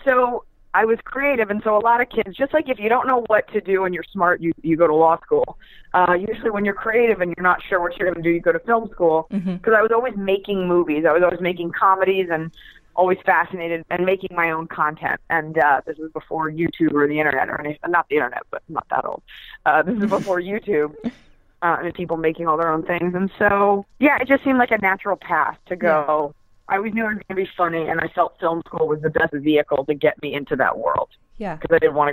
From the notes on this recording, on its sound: Entertainment.ie's new phone interview podcast.